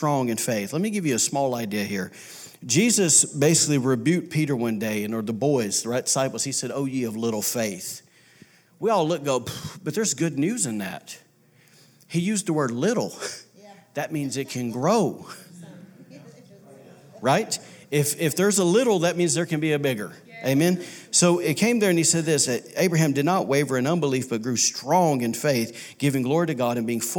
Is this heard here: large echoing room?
yes